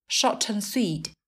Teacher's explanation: âm t ở từ short sẽ nối với âm a ở từ an · từ và and thường được phát âm là ẩn không có âm d đây là dạng âm nhẹ âm yếu hay cũng có thể · Term: lược bỏ âm